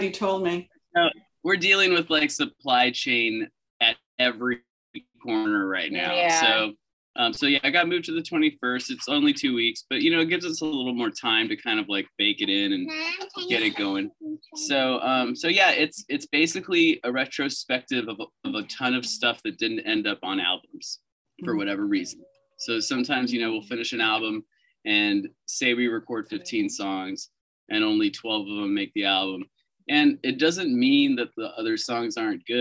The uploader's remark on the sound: Via Zoom. Via Zoom.